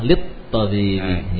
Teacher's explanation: Dalam lafaz lamnya juga tidak terbaca langsung ketok lita bibi